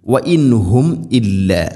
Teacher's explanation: വഇൻഹും സാക്കിനാ നൂനിന് ശേഷം ഹ വന്നാൽ ഇസ്ഹാർ, മണിക്കരുത്, വെളിവാക്കി ഉച്ചരിക്കണം നൂനിനെ